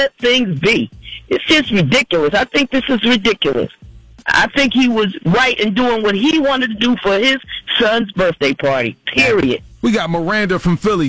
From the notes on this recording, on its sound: we opened up the phone line